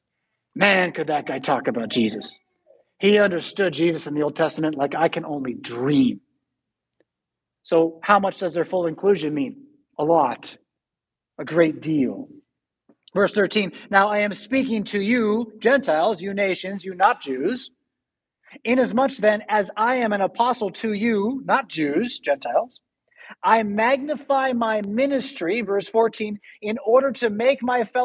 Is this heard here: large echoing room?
yes